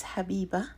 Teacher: Well, that feminine marker, ta marbuta, is usually not pronounced. What you hear at the end of a feminine word in Arabic is the vowel a, the short a, that always precedes a ta marbuta.